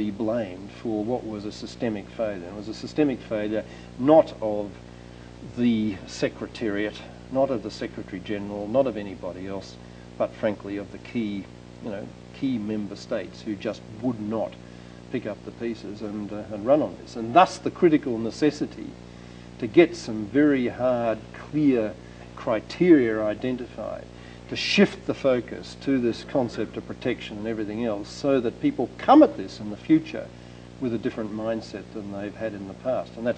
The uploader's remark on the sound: 2002 Lecture at Stanford